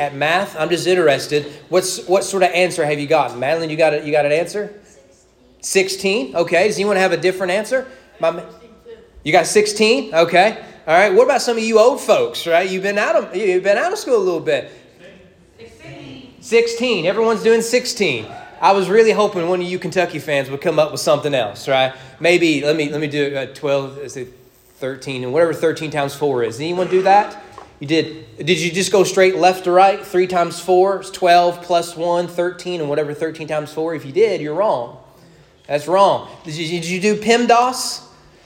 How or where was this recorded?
large echoing room